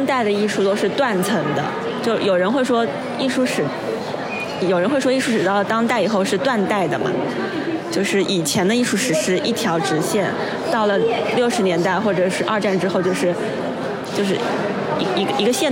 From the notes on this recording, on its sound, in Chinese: 今天我去参加西岸美术馆最新的常设展《万物的声音》的开幕式。与几位朋友，尤其是预展现场临时捕获的朋友们一同看展。